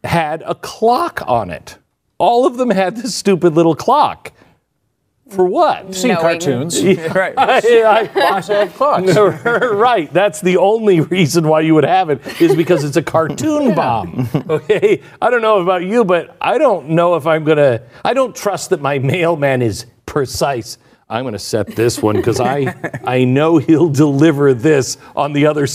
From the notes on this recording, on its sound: in front of a live studio audience